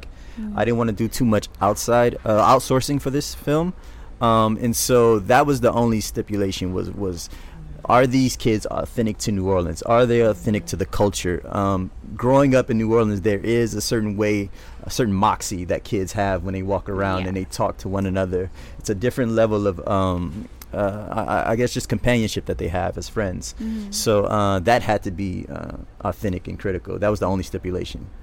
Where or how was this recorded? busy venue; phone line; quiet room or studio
busy venue